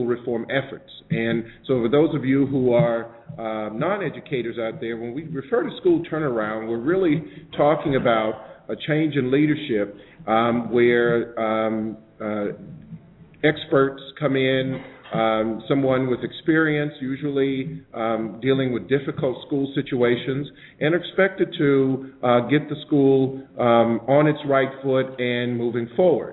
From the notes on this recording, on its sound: This broadcast is happening live from the Annual Conference on Education with the American Association of School Administrators in Los Angeles California.